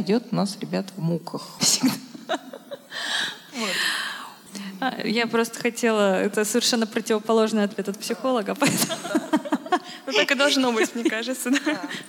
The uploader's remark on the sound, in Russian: И он прошел в необычном формате, а именно в виде открытой лекции в рамках Недели ментального здоровья в Вышке!